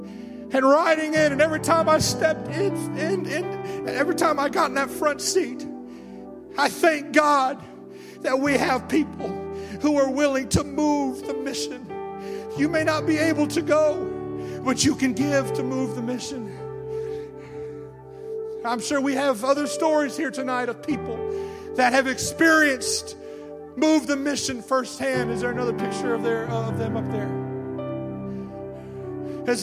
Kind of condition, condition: setting, large echoing room